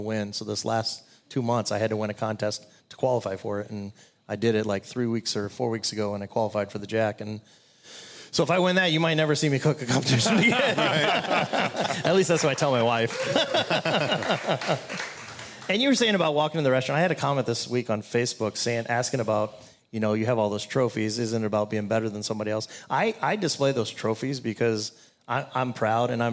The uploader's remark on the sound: LIVE BBQ Bash